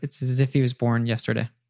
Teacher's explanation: But was has that schwa sound, so it's also a reduced word.